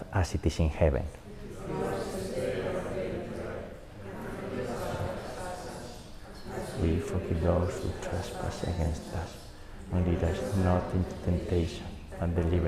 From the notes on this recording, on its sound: This Rosary was recorded last Friday, April 28th, during the 18-month funeral mass anniversary of Maria Blanca in Greenwich, Connecticut.